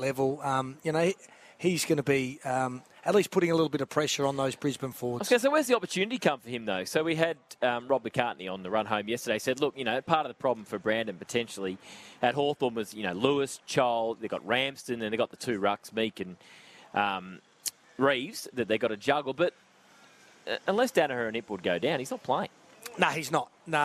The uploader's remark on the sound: live from Sheen Panel Service Lilydale